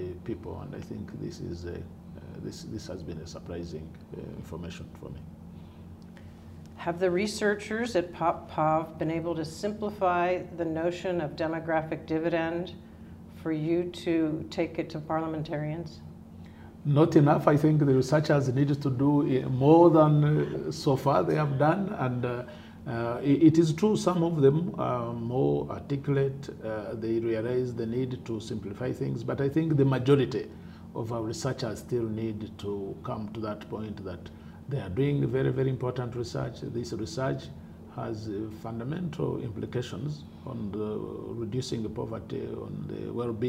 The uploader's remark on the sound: At the 2014 PopPov Conference in Nairobi, Kenya